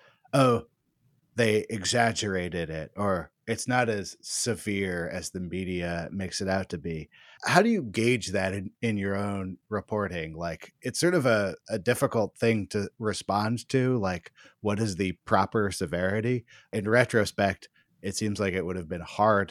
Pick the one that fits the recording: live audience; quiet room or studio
quiet room or studio